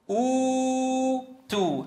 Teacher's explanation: أبدلت العرب الهمزة الثانية الساكنة حرف مد من جنس حركة الهمزة الأولى · Term: مد البدل